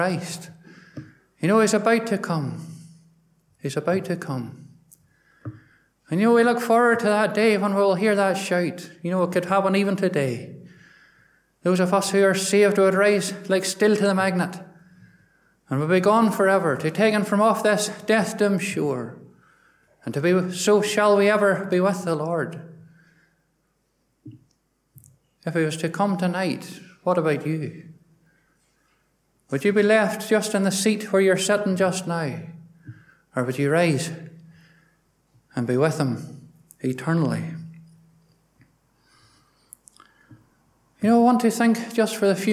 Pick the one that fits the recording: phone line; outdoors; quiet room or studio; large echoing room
large echoing room